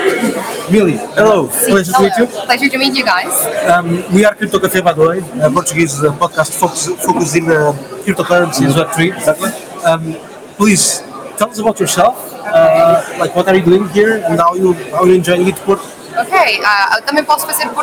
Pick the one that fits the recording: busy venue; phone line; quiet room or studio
busy venue